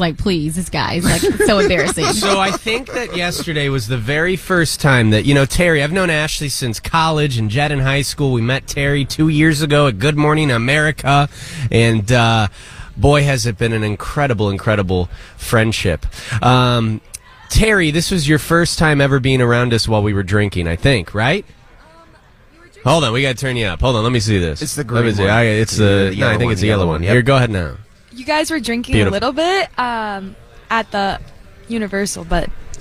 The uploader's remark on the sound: Live... From Walt Disney World!